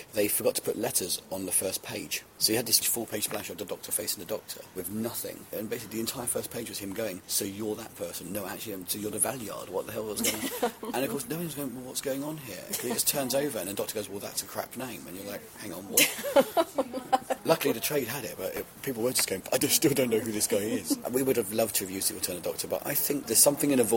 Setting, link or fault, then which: setting, busy venue